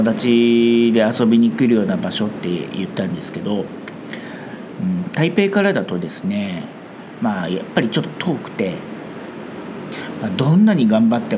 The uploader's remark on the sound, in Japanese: 台湾最南部のリゾート地 墾丁に休暇で訪れました。雑音のように聞こえる音は波の音なんです。